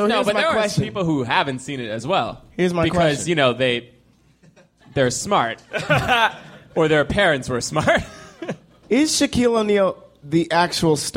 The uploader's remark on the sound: Recorded LIVE from NYC Podfest.